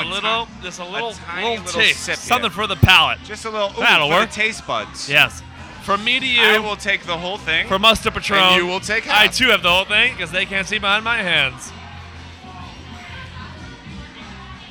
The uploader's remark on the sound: Live From The Greatest Bar